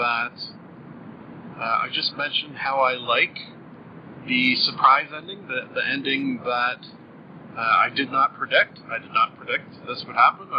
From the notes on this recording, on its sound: First off apologies for the audio quality! Still working out the bugs a bit with this new system. I have fixed the audio problem that was not playing the first 1/2 of the episode.